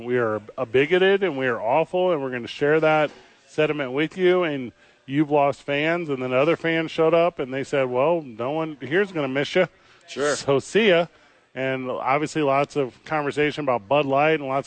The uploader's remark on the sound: live from Hollow Spirits